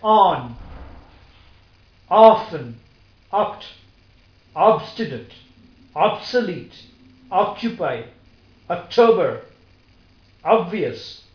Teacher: the back of the tongue is raised slightly above the open position. The jaws are held widely open and the lips are slightly round.